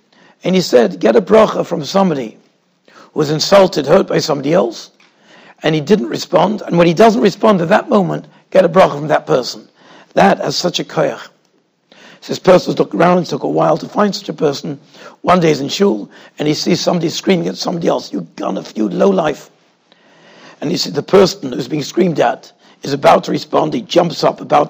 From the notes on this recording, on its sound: Shiur recorded in Yeshivas Ohr Reuven, Monsey, NY.